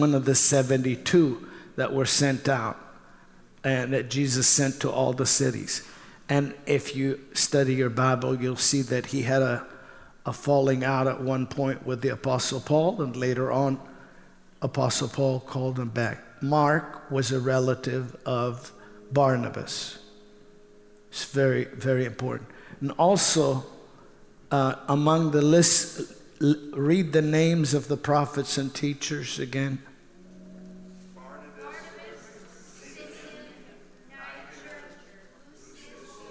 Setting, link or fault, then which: setting, large echoing room